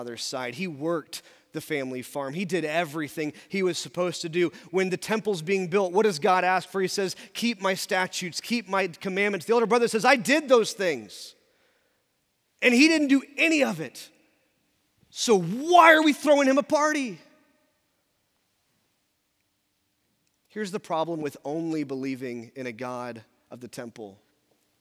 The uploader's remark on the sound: In our Traditional service at 10:50 in the Sanctuary.